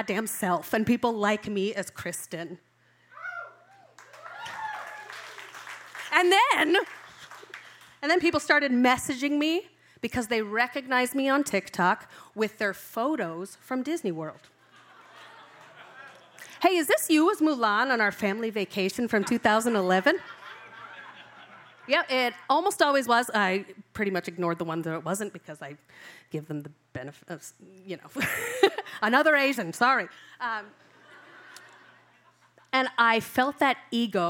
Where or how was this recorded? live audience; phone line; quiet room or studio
live audience